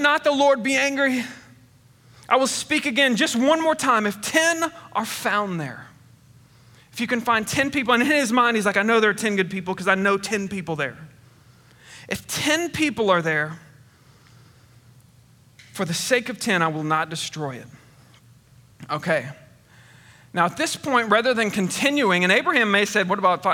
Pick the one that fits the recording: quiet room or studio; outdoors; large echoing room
large echoing room